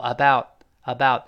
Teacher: 末尾那个 t 失去爆破。about about 舌尖顶上去，憋住气